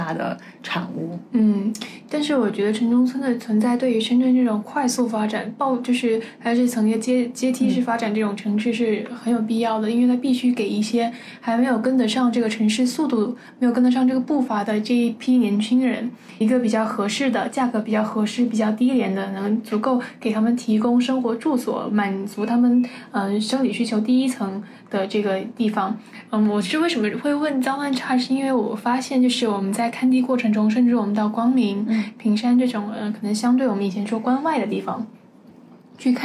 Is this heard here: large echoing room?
no